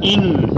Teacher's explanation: يقول عن النون أنها تخرج من طرف اللسان، معناها من رأس اللسان، وتحديدا مما يلي جهة السفلى من رأس اللسان، والراء كذلك يخرج من رأس اللسان وبالتحديد مما يليه من الجهة العليا، معناها من ظهر اللسان تقريبا.